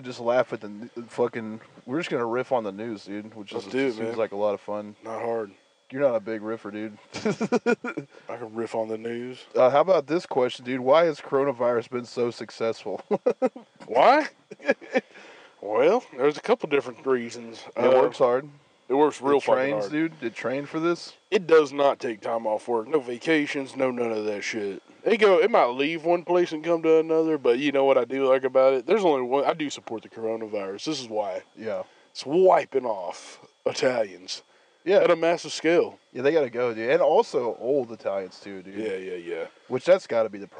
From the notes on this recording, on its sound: unforeseen circumstances lead to us recording in my truck, so the sound isn't as crisp as usual